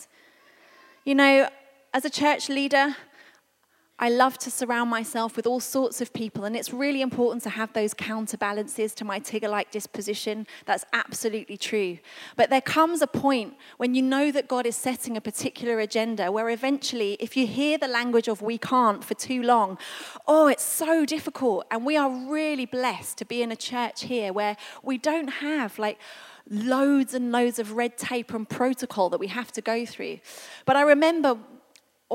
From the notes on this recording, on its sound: This was recorded at Skylark Church on 15th September 2019.